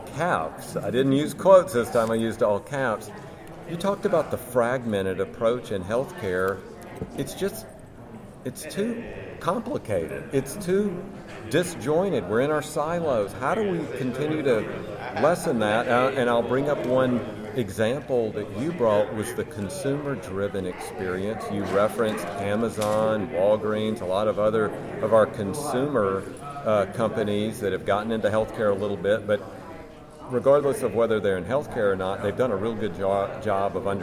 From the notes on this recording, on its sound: Live from Boston. This week we're in Boston at the MGMA Medical Practice Excellence Leaders Conference.